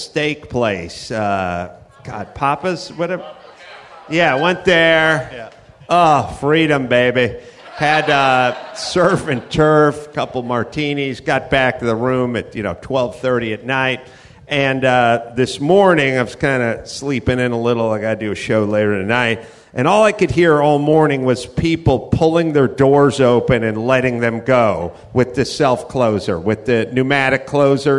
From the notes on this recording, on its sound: Live from the Houston Improv.